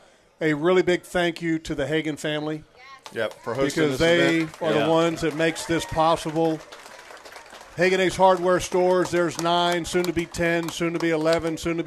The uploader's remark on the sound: LIVE Christmas Show from Hagan Ace! Thanks to all who made it out.